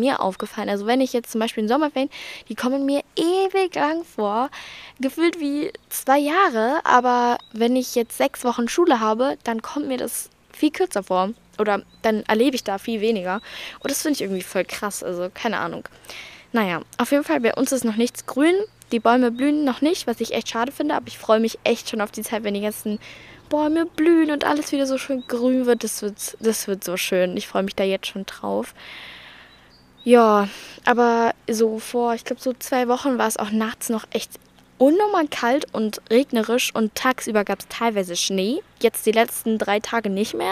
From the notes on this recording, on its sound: Talk outside. Heute saß ich im Garten und hab ein bisschen drüber geredet.